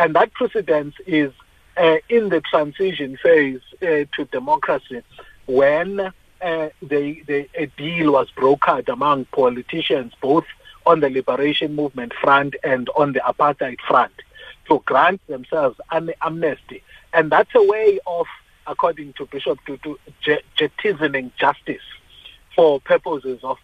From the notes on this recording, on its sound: we are joined on the line